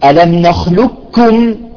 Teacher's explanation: شوفوا ما في قاف، ننتقل من اللام مباشرة إلى الكاف · Term: الإدغام الكامل